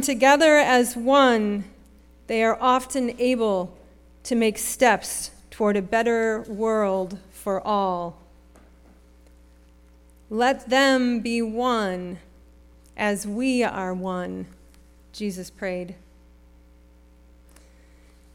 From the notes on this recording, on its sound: Sermon preached at RCHP on May 21, 2023.